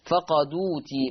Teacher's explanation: هحرك الدال بحركة الهمزة، فالمحصلة تبقى دال مضمومة، وما ننساش ان فيها بدل او بدل، فهيبقى النقل مع ثلاثة البدل هتبقى فقدوتي مع ثلاثة البدل، مع ثلاثة البدل.